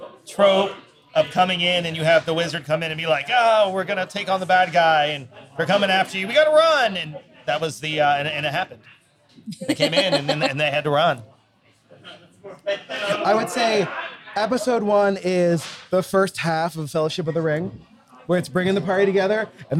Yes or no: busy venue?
yes